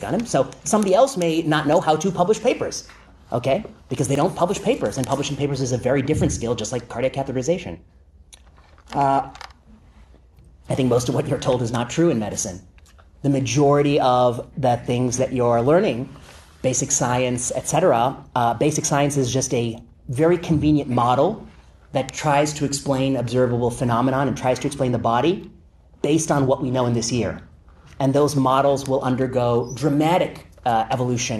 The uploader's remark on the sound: Lecture at UC Berkeley